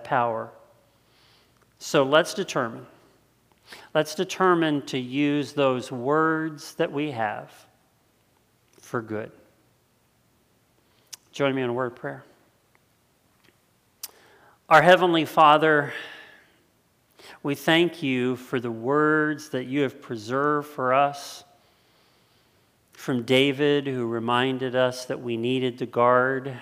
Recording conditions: large echoing room